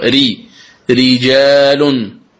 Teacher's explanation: الراء مرققة لأنها مكسورة، إذن تقرأ رجال، ري هكذا تنطق الراء المكسورة، ري رجال.